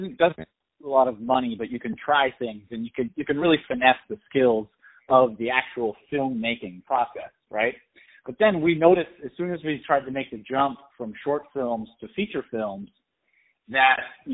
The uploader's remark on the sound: On the phone